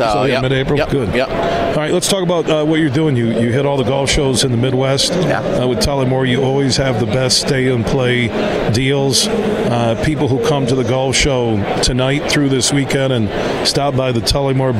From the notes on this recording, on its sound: Today we're broadcasting live from the West Michigan Golf Show inside Devos Place in downtown GR.